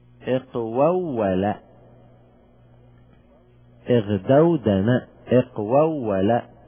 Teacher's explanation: بإدغام الواو الثانية الساكنة في الثالثة. اقوو، لاحظوا الواو الأولى مفتوحة، الواو الثانية ساكنة، هذه الساكنة في الثالثة ندغمه.